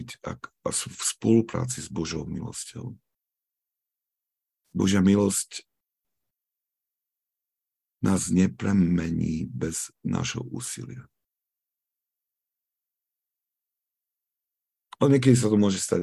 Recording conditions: video call